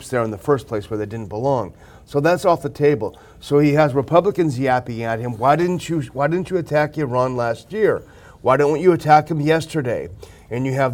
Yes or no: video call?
no